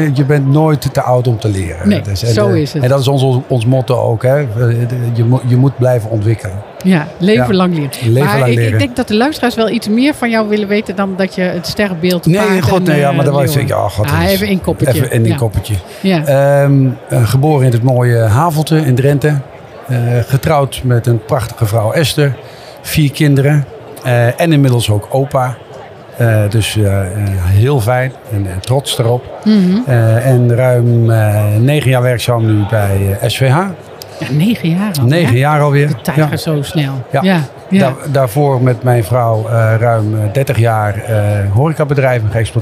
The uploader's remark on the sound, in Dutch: Deze aflevering van de Stamtafel - Dé podcast over gastvrijheid - is opgenomen te midden van de Horecava. Met dank aan SVH voor een plekje op hun Horecava stand.